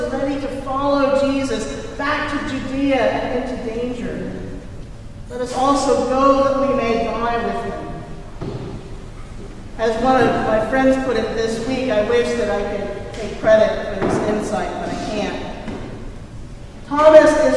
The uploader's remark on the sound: Recorded at Trinity Church in Princeton, New Jersey